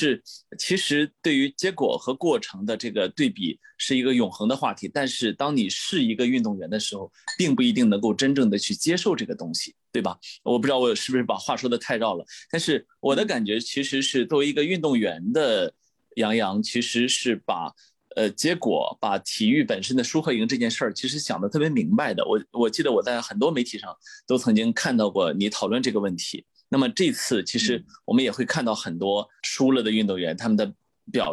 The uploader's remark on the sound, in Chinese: 本期节目的录制是用某会议软件录制的，音质不会像使用专业的设备那样清晰